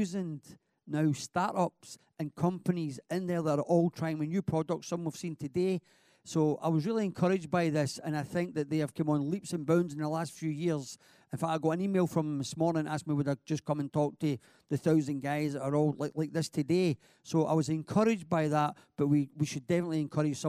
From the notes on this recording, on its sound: Recorded live at the Scottish Edge, Edge 20 Finals at RBS HQ in Goggarburn. Took questions from the conference auditorium in a special 'Board You Can't Afford' with the live audience.